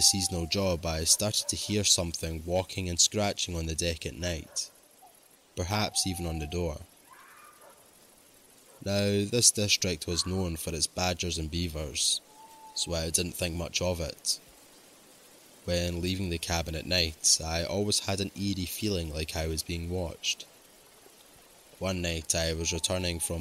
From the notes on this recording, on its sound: 5 Forest Ranger Stories with Forest Sound Effects. Told in the woods at night.